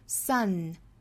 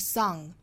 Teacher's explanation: 应该是一个前鼻音抵上齿音，用鼻腔发嗯而不是嗯